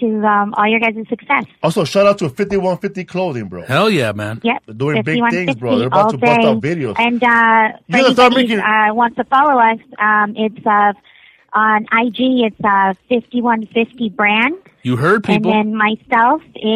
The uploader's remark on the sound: Call In Show